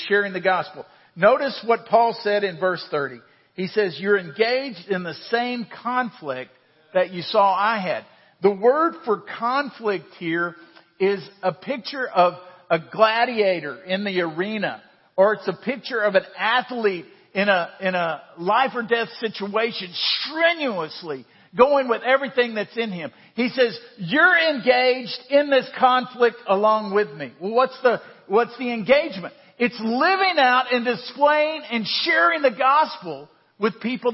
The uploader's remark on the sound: Central Round Rock is a family of Christ-followers. This podcast is an audio archive of our Sunday Morning sermons.